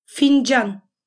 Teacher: для турок это один звук, так как звучит он очень мягко и коротко